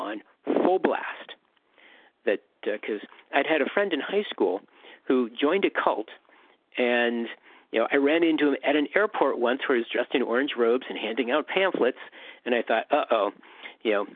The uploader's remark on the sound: 100 Pounders Phone Meeting